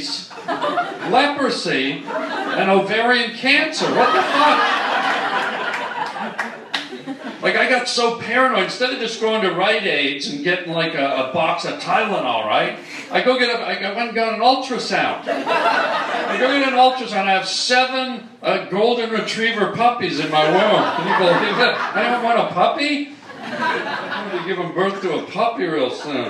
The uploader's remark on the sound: LIVE stand up comedy!